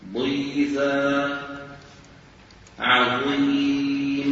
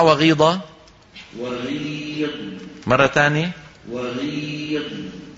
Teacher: كذلك الأمر بالنسبة للمكسور، ضيزة وعظيم أشد تفخيما من مين؟ من قيلة ومن غيضة